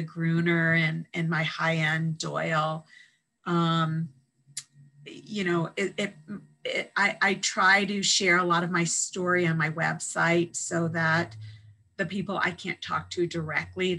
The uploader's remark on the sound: This interview was conducted. Over Zoom.